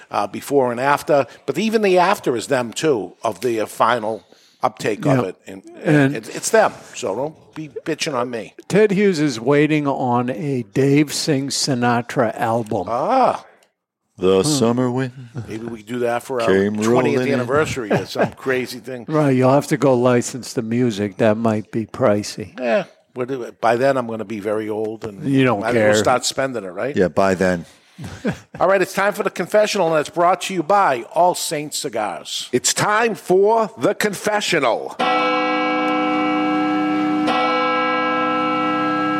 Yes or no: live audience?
yes